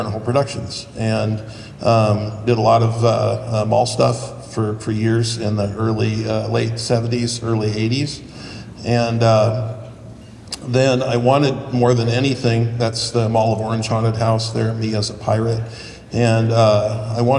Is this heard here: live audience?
yes